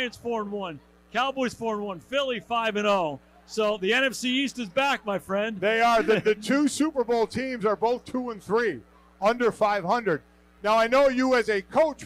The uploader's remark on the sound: Livestream from O'Rourkes in South Bend. LIVE from O'Rourke's in South Bend,.